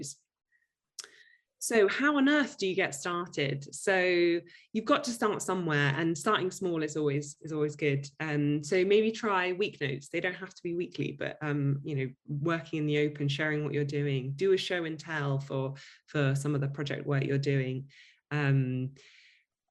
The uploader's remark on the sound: This podcast is a audio recording of a webinar from the Digital Leaders Innovation Week. This podcast is a audio recording of a webinar from the Digital Leaders Innovation Week.